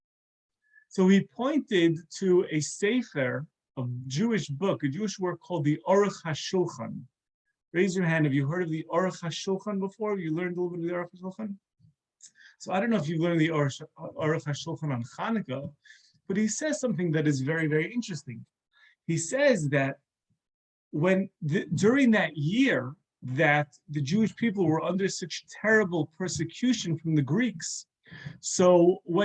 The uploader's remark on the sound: This is a recording of a zoom talk.